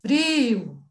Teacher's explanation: o alongamento da vogal tônica e a diminuição da vogal ato na final.